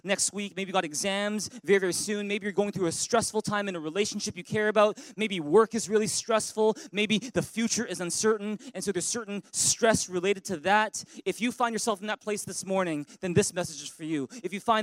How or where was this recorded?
large echoing room